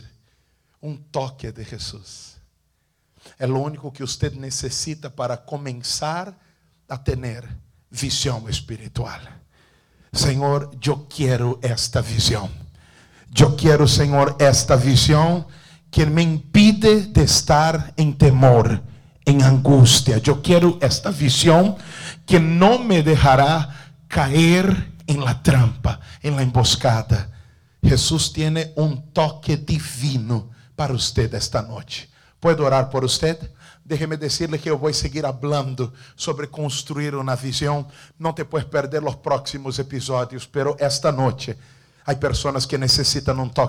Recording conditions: large echoing room